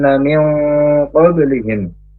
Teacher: Nun sukun bertemu dengan huruf qaf. Ini namanya bacaan ikhfa ab'ad atau ikhfa yang jauh, samar jauh. Karena huruf qaf makhrajnya dari pangkal lidah.